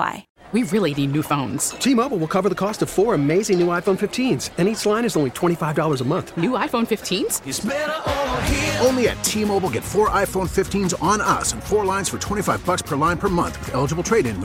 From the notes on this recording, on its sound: live from Hollywood Kia